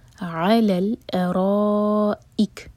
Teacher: علی الارائک a light را heavy اور مد متصل ہے تو چار حرکہ لمبا اس کے بعد حمزہ کا کٹ آف ساؤنڈ. ارائک رکیں گے کیف پر تو ہمس کریں گے سانس جاری رکھیں گے.